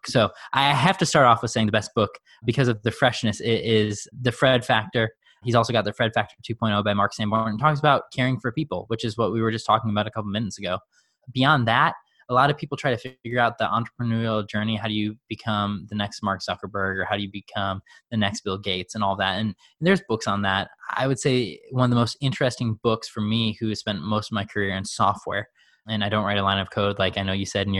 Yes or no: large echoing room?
no